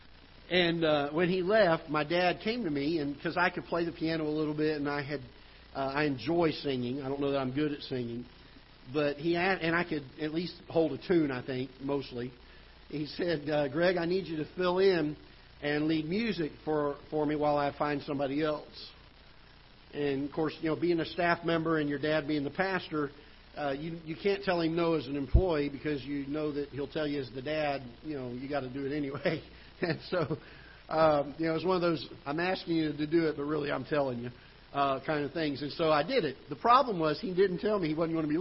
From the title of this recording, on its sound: Ketha Heights Baptist Church ~ Live Broadcast